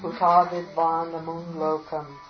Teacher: Now that makara will take the nasalized lakara, so it'd be Uta Vidvan.